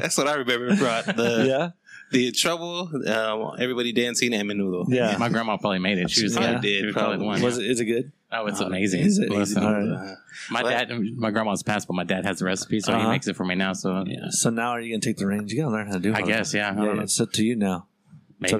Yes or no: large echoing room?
no